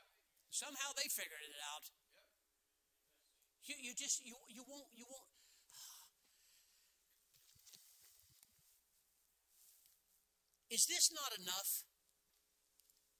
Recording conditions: large echoing room